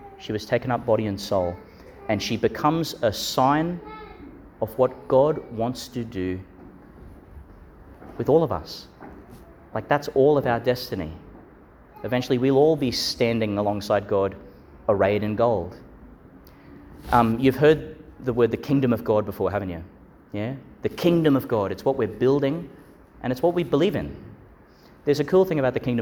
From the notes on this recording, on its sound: delivered in Our Lady Star of the Sea Church, Gladstone.